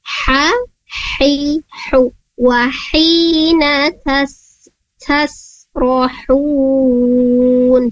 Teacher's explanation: Untuk ha mafhudnya di wasatul halqi, ha hi hu wa hina tas rohun, seperti itu.